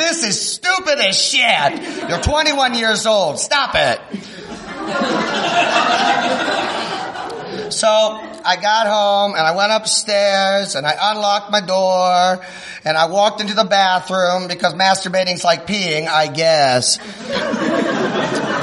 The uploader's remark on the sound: Begyle Brewing where we recorded